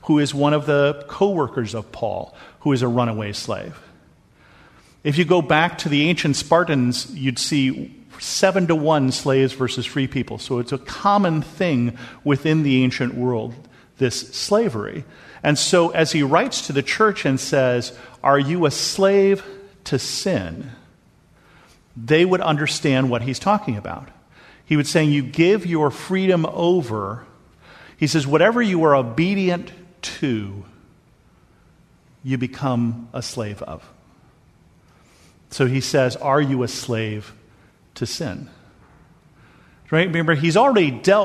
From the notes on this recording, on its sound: This episode is a sermon that I preached at Bethel Lutheran Church in Cupertino.